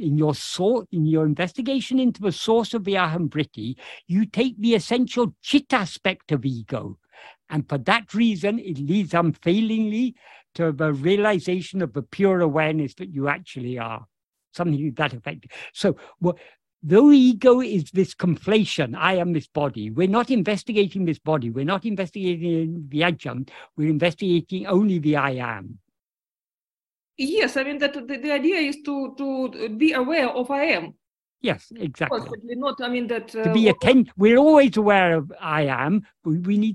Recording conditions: video call